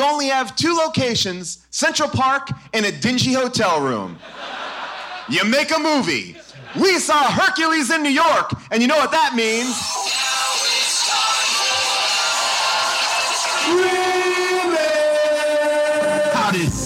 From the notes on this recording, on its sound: Recorded LIVE from Irving Plaza in New York